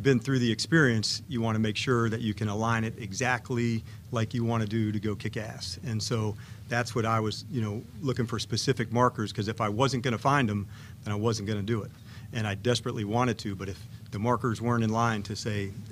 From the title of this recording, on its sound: Intro Presser LIVE From Ashburn